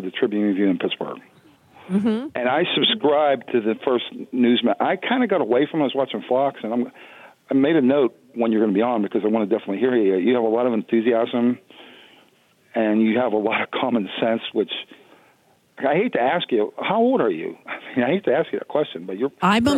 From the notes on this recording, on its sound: takes your calls in Open Phones Across America